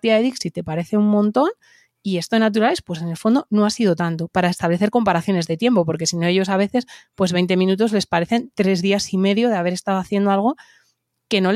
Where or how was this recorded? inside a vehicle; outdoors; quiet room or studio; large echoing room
quiet room or studio